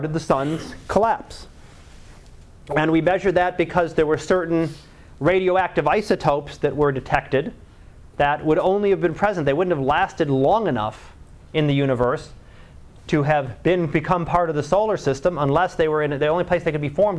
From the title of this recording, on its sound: Live Class Lecture